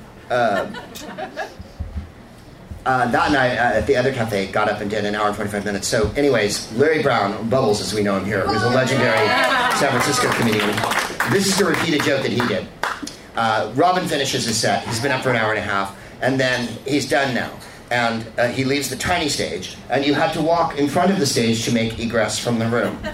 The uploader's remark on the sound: Live from the Punchline in San Francisco